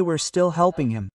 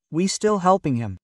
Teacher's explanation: You can say we're still helping him, or you can remove the R.